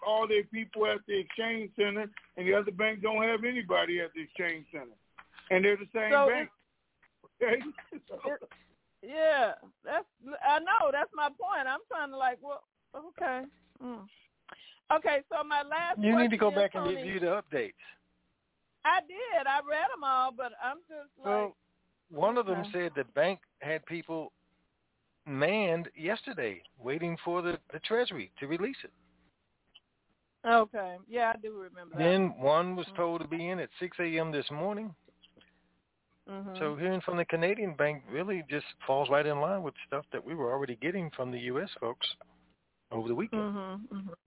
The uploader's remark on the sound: TNTSuperfantastic Conference Call.